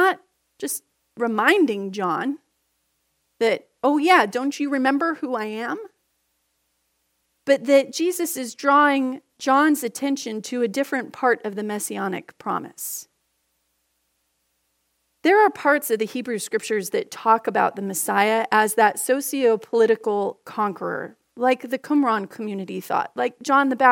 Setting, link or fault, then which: setting, large echoing room